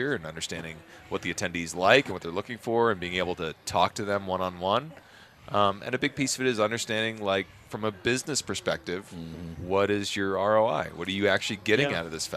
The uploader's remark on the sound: The Modern Eater Show is broadcasting live on Denver’s Talk Station 630 KHOW from Bruz Beers after the Belgian Brew Fest! The Modern Eater Show is broadcasting live on Denver’s Talk Station 630 KHOW from Bruz Beers after the Belgian Brew Fest!